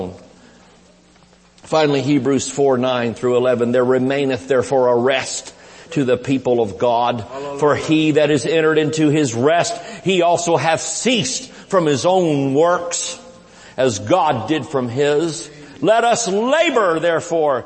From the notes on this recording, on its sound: IGNITE CONFERENCE. Recorded Live at Shining Light Church.